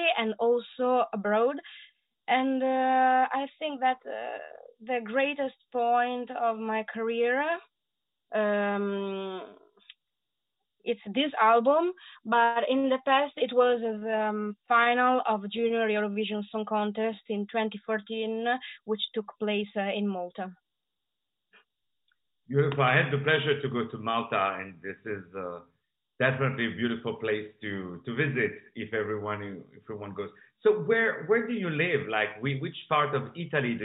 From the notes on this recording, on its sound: On the Phone